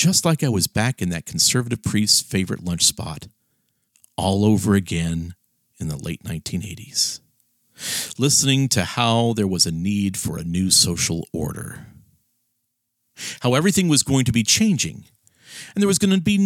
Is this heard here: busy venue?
no